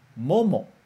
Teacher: começa com o mo mais alto e o segundo mo é mais baixo, né? Então vai ficar momo.